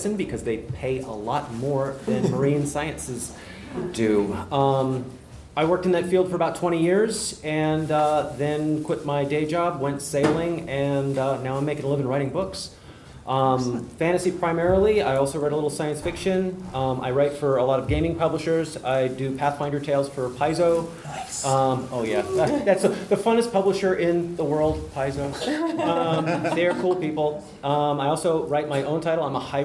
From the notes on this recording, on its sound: Recorded at Balticon 51.